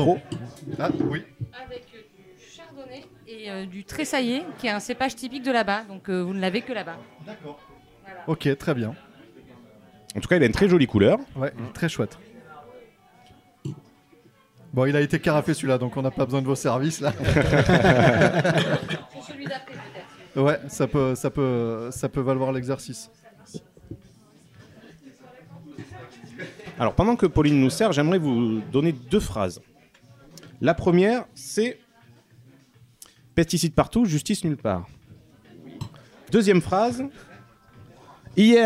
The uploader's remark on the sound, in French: Nous enregistrons l'épisode 22 à bord de la péniche à vin VINOTAGE , amarrée sur les berges du Rhône à Avignon. En live à bord du Vinotage. À bord de la péniche à vin VINOTAGE , amarrée sur les berges du Rhône à Avignon. Avec une vue imprenable sur la cité des papes.